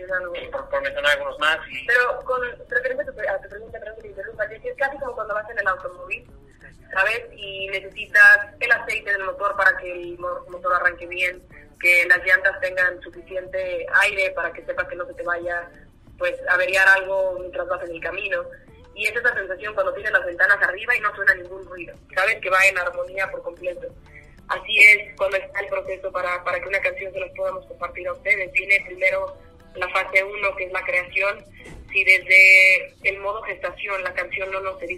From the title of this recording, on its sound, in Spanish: Entrevista telefónica